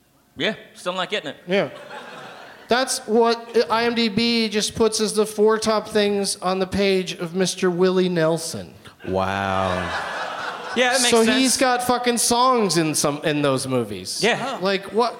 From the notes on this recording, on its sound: Live from SXSW in Austin, TX